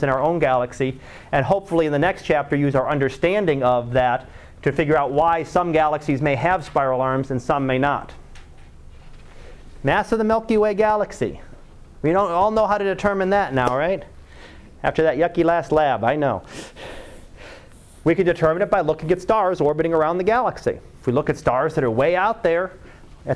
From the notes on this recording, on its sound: Live Class Lecture.